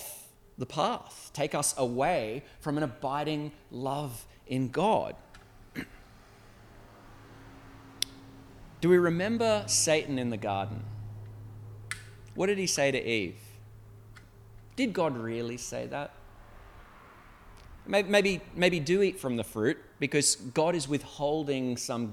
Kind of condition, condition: setting, large echoing room